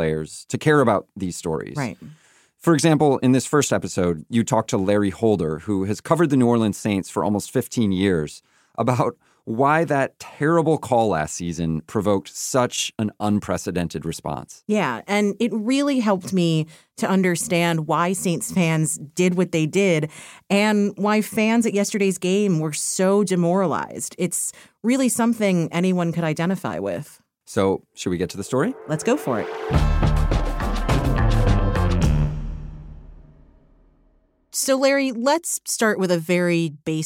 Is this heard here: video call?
no